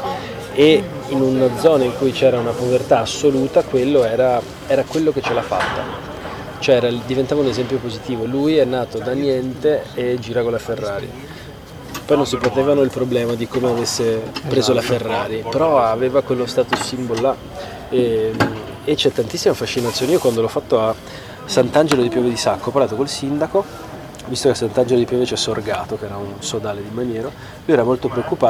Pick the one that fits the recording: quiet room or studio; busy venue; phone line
busy venue